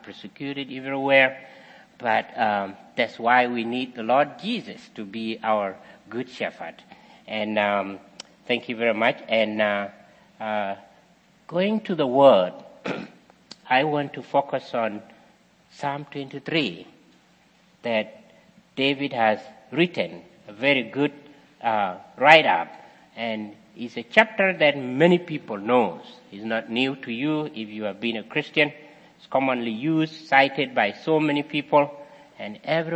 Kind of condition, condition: setting, large echoing room